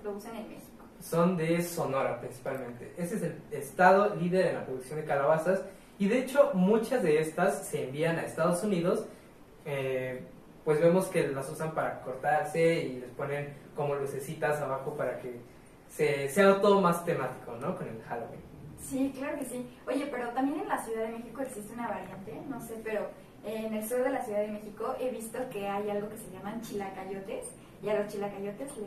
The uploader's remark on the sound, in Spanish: Este episodio presenta problemas en el audio.